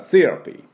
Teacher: TH の後の E のところにアクセントがあります。だから therapy ということで、C ここをしっかり出しましょう。でその後の C の後のラは半母音ですから、あってちょっと一瞬出すだけ、あ財布忘れたっていうぐらいでいいんです